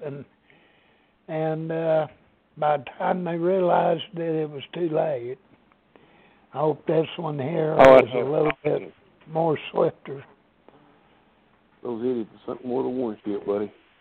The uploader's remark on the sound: This is an open call in show. Audience participation is welcome.